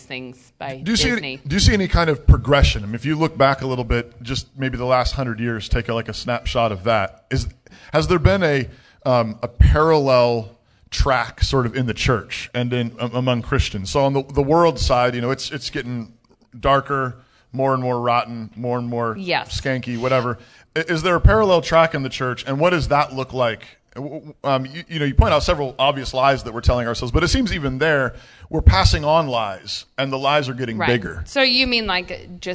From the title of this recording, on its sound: Live at G3